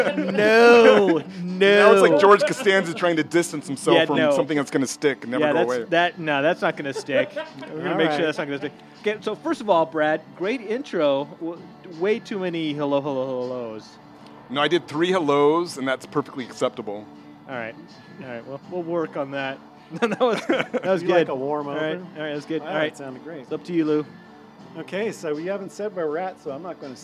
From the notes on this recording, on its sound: Recorded live at Woody's Bar on Aurora.